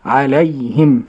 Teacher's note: عين مفتوحة مرققة، لام مرققة · لا أمد في العين ولا أمد في اللام، وأرقق العين واللام، أقول علي وأسكن الياء التي بعد اللام، فهي ياء ساكنة ما قبلها مفتوح لين. وتعلمنا فيما سبق أن زمن اللين يأتي إما بالتلقي أو هو كحرف صحيح أو مد ما.